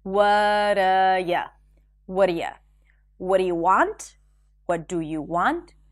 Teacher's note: The phrase what are you and what do you sound exactly the same.